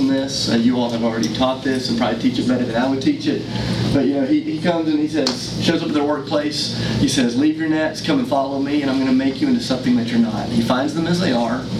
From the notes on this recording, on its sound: Today’s audio comes from the National Disciple Making Forum by Discipleship.org. An organization called Renew led a track called “Renewing the Teaching of Jesus for Disciple Making.”